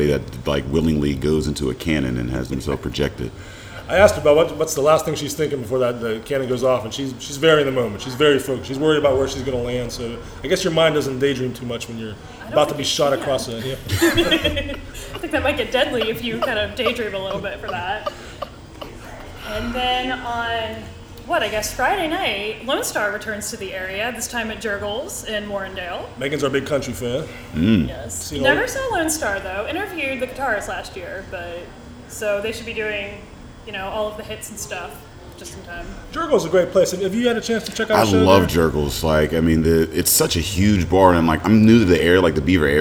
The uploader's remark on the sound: head to Wooley Bully's in New Brighton for this week's episode